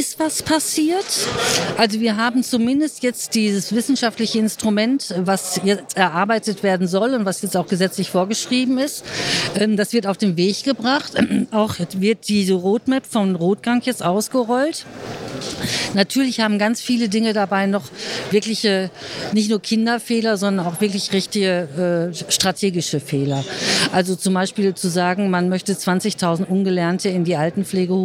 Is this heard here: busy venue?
yes